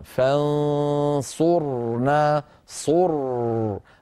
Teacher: الراء تكون أيضا مخرجها ضيق وصوتها محصور